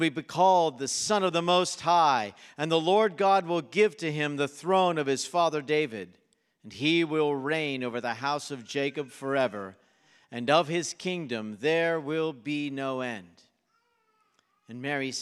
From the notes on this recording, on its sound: This sermon was preached at Covenant Fellowship Church on October 22, 2023.